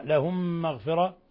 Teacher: ميم ساكنة جاء بعدها الميم متحركة، أضغمنا الأولى في الثاني · Term: إضغام مثلين صغير